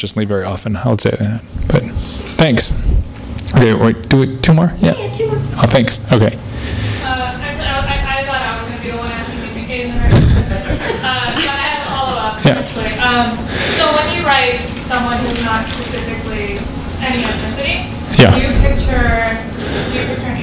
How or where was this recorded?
live audience